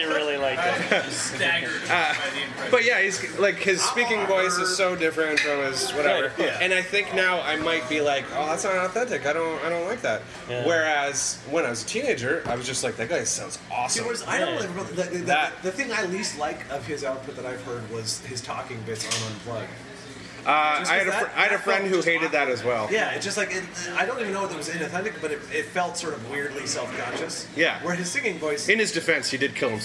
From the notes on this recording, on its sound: The long-overdue, field-recorded episode from XOXO Fest 2014. Mostly in drunken snippets.